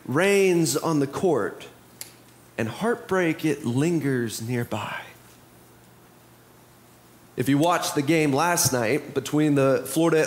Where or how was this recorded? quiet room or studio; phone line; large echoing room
large echoing room